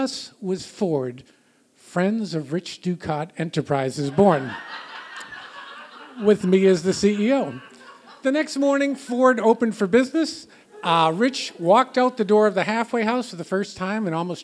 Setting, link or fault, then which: setting, live audience